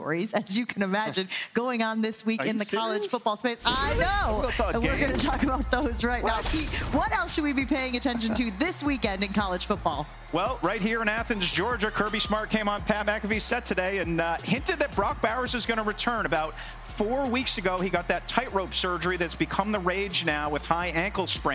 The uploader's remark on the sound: Live from the University of Georgia as they get ready for their matchup against Ole Miss.